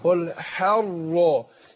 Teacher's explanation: يبقى الحاء مرققه والراء مفخمه